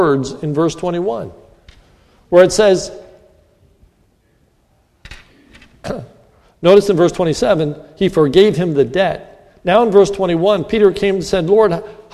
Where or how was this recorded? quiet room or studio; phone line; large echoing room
large echoing room